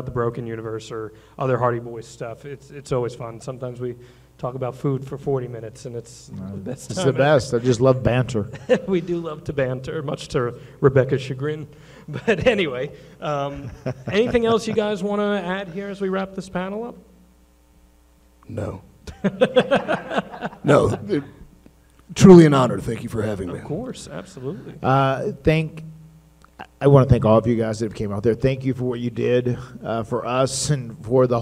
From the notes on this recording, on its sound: special live stage show at WrestleCade!